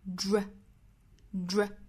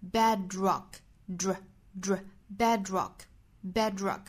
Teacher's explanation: bed 尾部的 d 跟 rock 首音的 r，这两个音是可以拼成一个全新的音，也就是 dr 。那我们可以把它当成一个音标来看，我们48个音标里是包含这一个的，它是发成 drdr，所以这个词 bedrock dr dr bedrock bedrock 两个单词拼成了一个复合词，中间呢是有一个 dr 这样的两个音的拼凑，那所以我们读 bedrock。 The bedrock of · Term: 辅音连缀